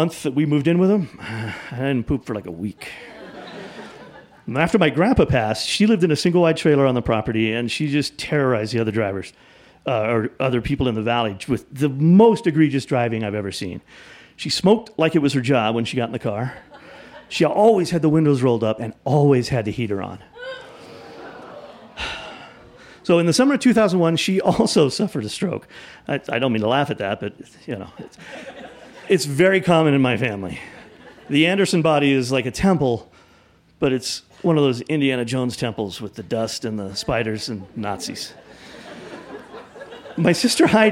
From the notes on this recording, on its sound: In front of a live audience at Buntport Theater in Denver, Colorado.